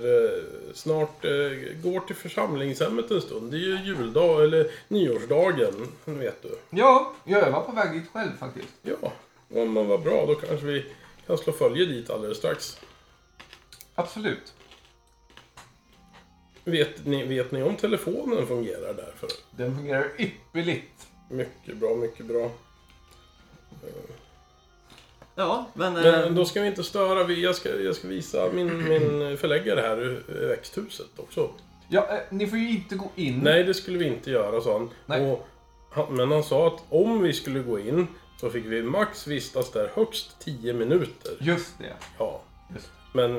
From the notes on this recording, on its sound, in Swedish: Vi ber om ursäkt för dåligt ljud, knaster, knaper, klick och hostningar.